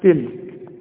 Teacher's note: لكن ما تقلقلش الحرف، ما تقلقلش، ما تقولش تلك، لا ده حرف من حروف الهمس، ها تلك فيها همس والكلمة مرققة